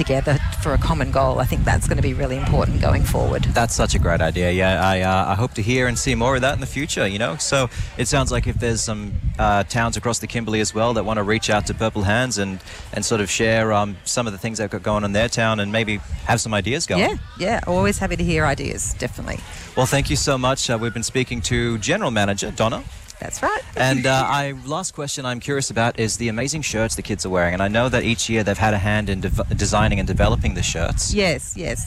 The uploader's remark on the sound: Outside Broadcasting from Cable Beach this morning for the Fremantle Dockers Purple Hands Foundation Footy Carnival!